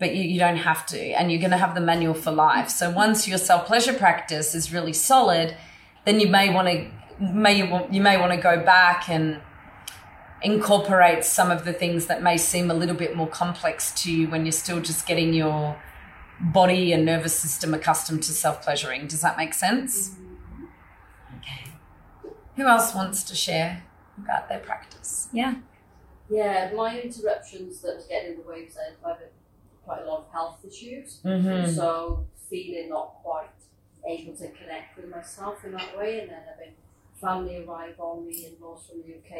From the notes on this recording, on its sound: in-person Sacred Sexuality retreat